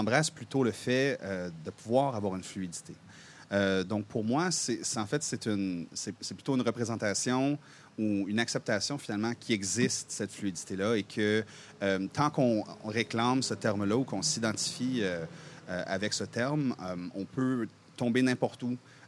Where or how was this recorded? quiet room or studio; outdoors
outdoors